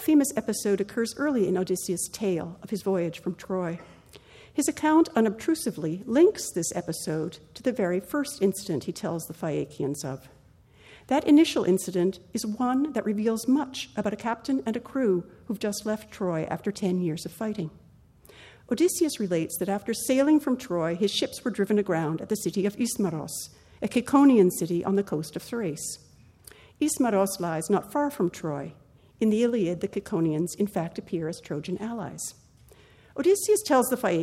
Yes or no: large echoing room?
yes